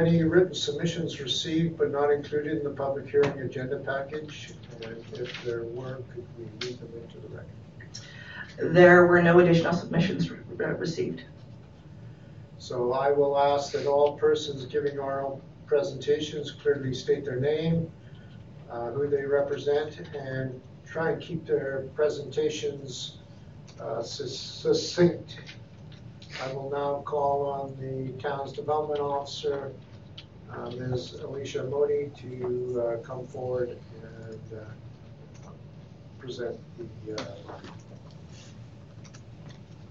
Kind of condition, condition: setting, large echoing room